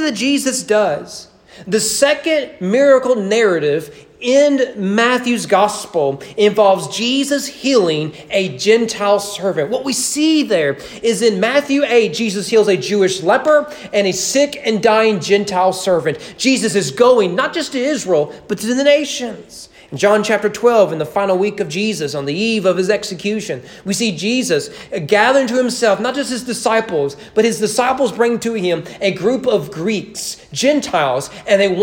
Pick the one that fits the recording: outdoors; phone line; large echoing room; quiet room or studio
large echoing room